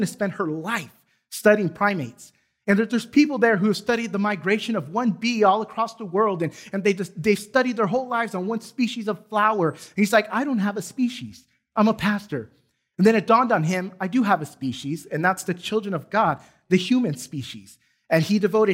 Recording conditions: large echoing room